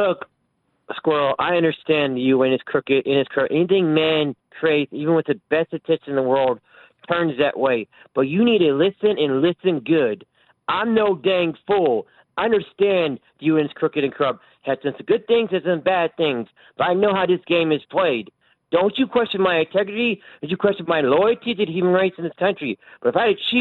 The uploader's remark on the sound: more of your phone calls.